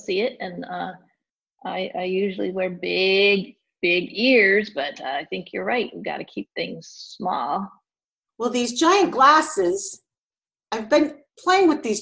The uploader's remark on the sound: While we had no idea how this would work using Zoom, we gave it our best.